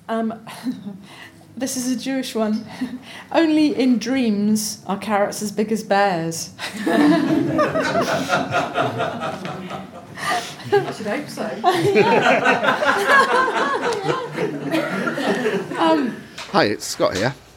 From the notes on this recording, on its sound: Seedy Sunday’s local gardeners question time. On the panel answering members of the publics questions.